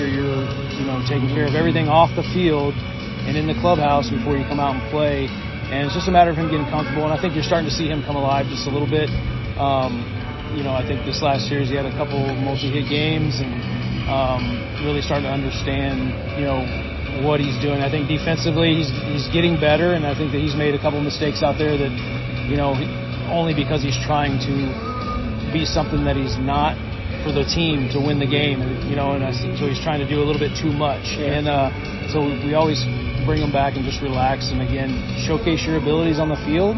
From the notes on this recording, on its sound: Pardon the noise — BP time in a stadium is a noisy environment!